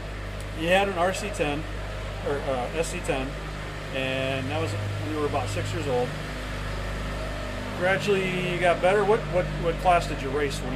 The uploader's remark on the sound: Live from the 2020 RC Chili Bowl